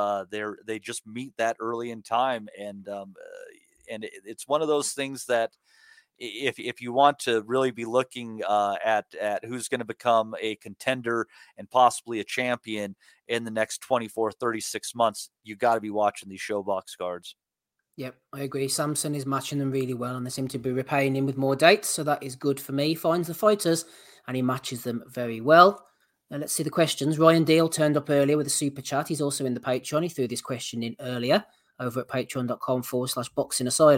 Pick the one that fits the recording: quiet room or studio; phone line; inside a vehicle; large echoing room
quiet room or studio